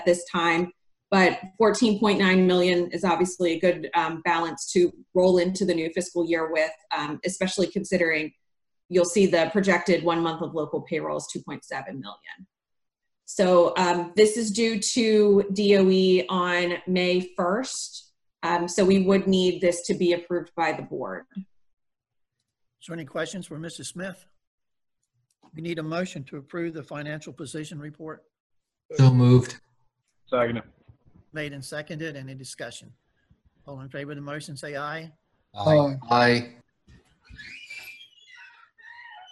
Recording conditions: video call